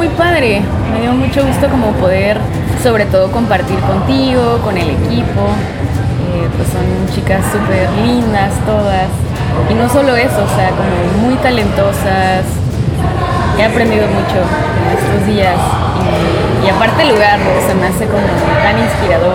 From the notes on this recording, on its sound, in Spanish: Grabada en el evento Woman Is Art desde el Hotel ME Cabo